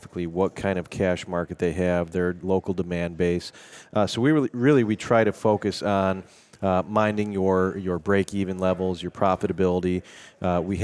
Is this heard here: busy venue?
yes